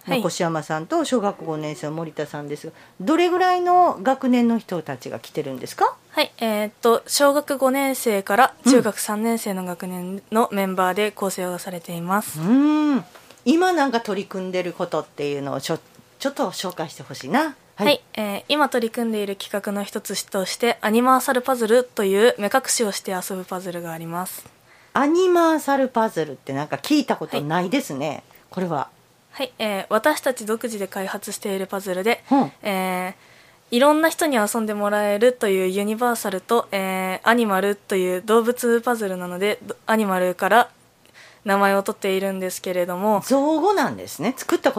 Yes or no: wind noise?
no